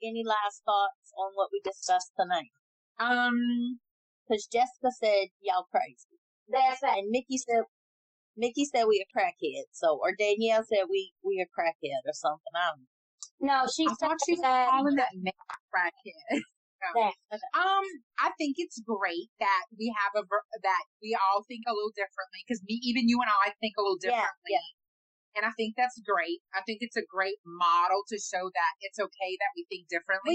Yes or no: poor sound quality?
yes